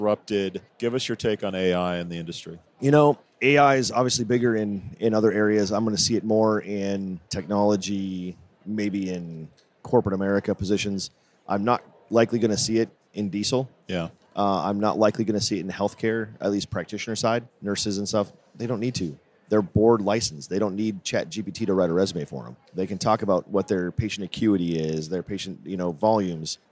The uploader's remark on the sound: Recorded at SHRM